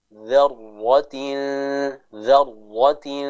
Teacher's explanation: Maka huruf shin ini merupakan huruf yang tipis sehingga ikhfanya pun harus dibaca dengan tipis.